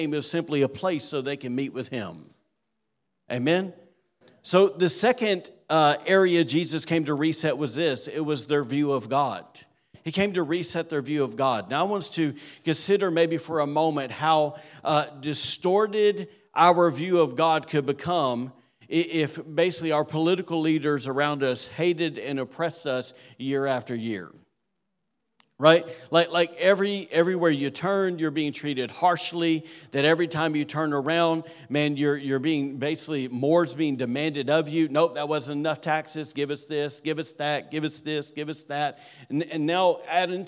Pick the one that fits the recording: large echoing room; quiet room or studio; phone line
large echoing room